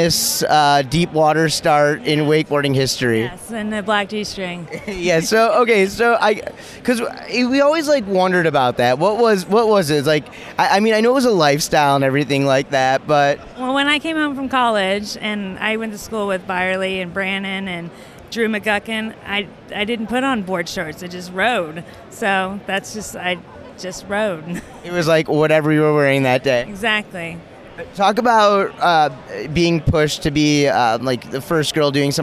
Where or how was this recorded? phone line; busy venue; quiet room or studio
busy venue